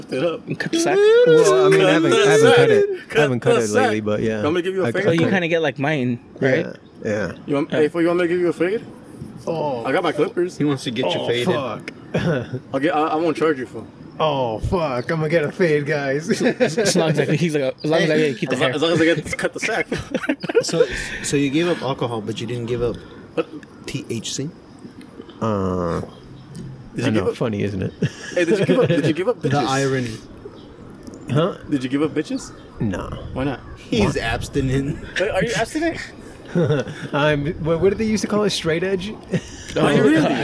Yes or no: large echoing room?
no